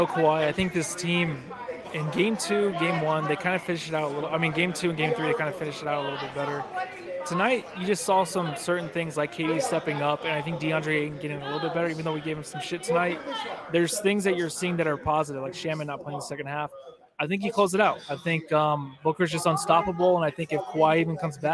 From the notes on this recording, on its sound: Coming to you live from Blue Agave Mexican Cantina after Game 4.